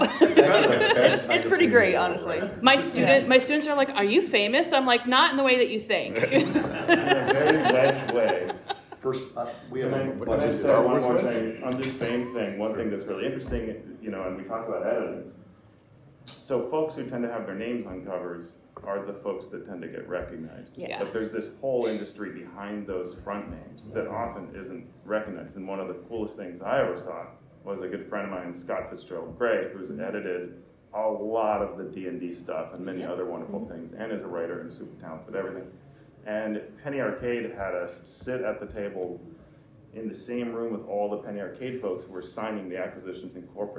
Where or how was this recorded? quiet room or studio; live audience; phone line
live audience